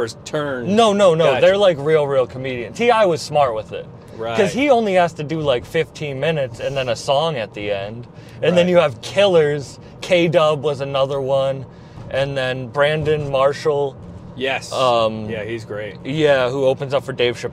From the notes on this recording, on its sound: Recorded driving around Rhode Island